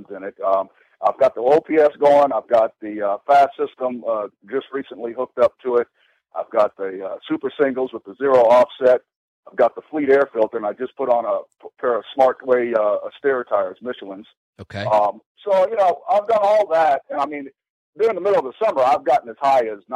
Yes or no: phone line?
yes